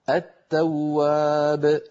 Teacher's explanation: التواب أدغمنا اللام في التاء